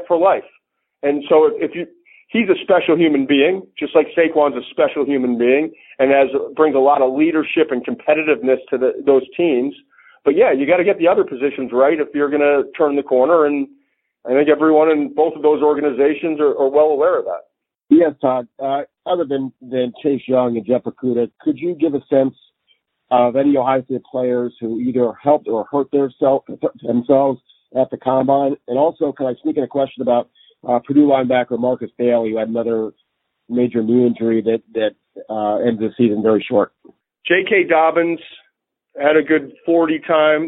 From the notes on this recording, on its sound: NFL Draft teleconference